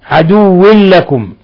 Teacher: تنوين كسر جاء بعده اللام إضغام بغير غنة